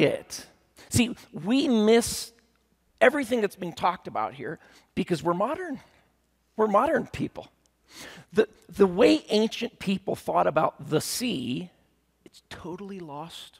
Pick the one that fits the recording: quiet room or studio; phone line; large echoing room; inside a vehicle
large echoing room